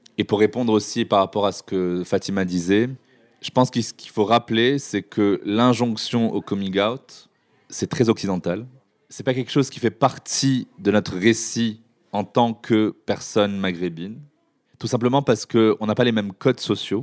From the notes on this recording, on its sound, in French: Cet épisode a été enregistré en public au Pavillon des Canaux à Paris pendant le festival POP MEUFS dédié aux luttes inclusives, féministes et intersectionnelles.